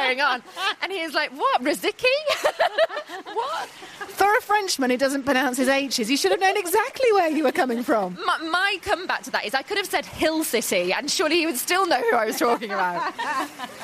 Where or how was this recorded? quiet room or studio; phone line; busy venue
busy venue